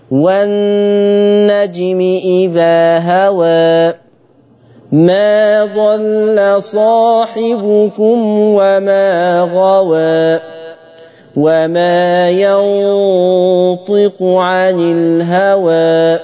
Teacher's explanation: بقولك نلاحظ تقليل رؤوس الآية قولا واحدة